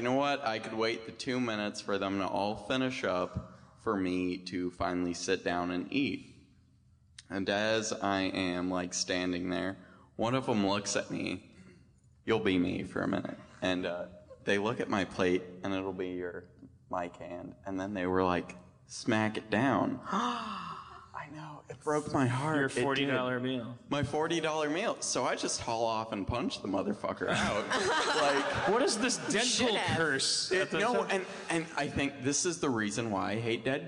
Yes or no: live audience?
yes